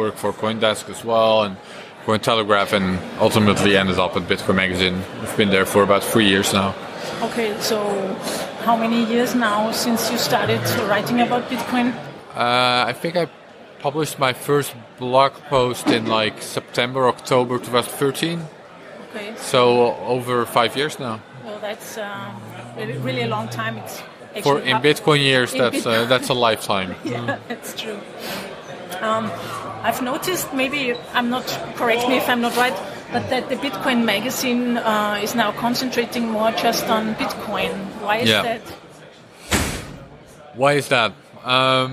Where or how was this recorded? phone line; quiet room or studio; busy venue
busy venue